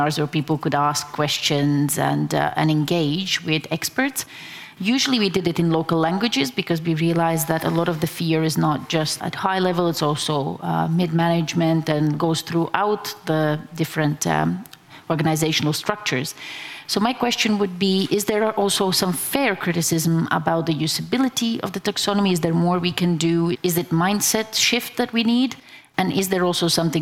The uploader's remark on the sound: Was recorded during the second CEE Sustainable Finance Summit in May 2022.